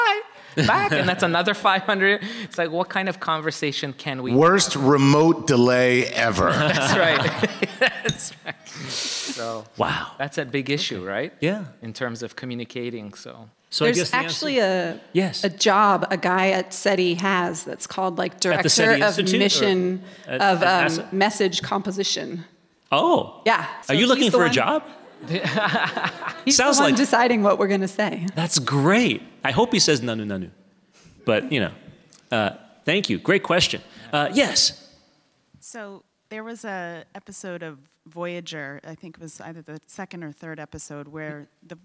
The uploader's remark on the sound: StarTalk All-Stars recorded at the Star Trek Mission: New York 50th Anniversary.